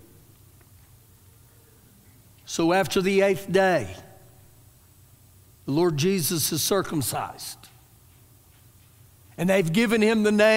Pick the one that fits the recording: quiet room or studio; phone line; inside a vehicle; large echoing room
large echoing room